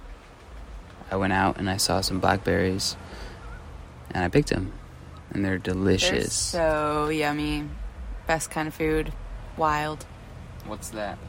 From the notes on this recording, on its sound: recording from the beach